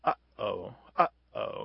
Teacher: So it's just like this really long history that leads us to this drawing attention to things and then being modified once it reaches the United States at some point in the 1800s. And we do this glottal stop, we kind of restrict the airflow in the back of our throat. Uh-oh, you can kind of hear that there's something unusual happening there with that first sound.